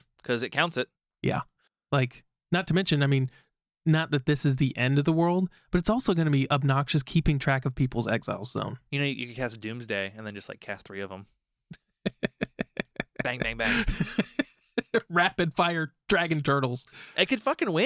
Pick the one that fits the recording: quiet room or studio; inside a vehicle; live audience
quiet room or studio